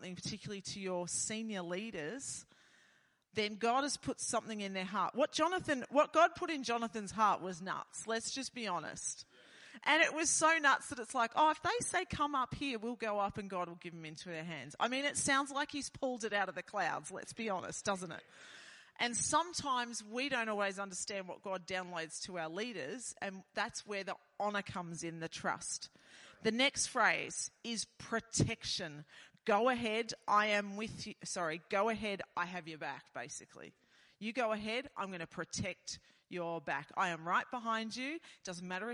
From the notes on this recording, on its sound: This message was recorded at Dreambuilders Church, Tasmania in March 2023.